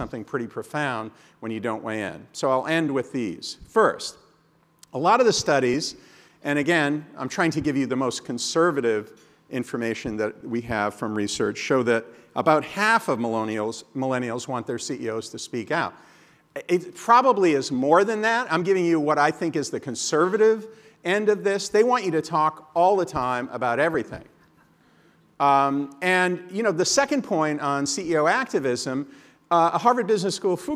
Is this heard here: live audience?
yes